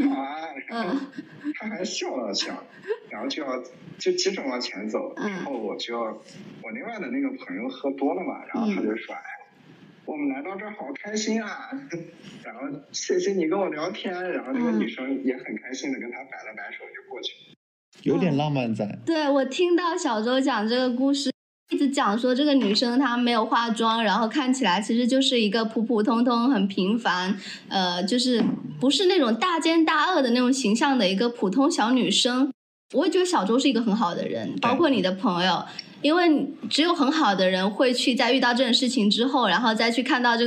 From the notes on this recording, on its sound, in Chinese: 这一期音频收音问题比较大，我后期调了很久还是没办法处理好